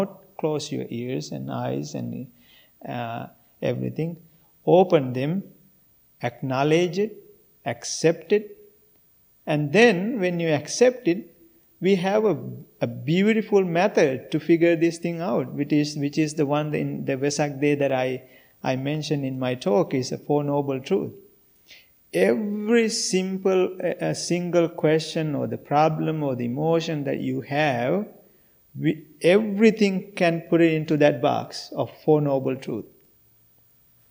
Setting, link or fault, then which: setting, large echoing room